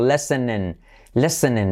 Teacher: No se escucha ninguna I por ahí. Todo letra I como E.